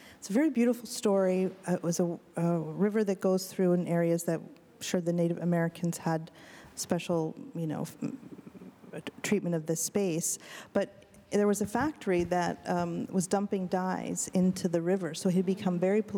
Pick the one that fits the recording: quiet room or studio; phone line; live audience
live audience